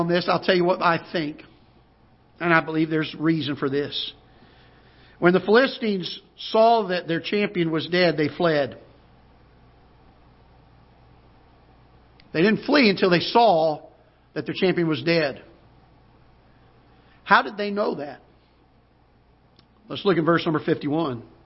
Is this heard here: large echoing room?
yes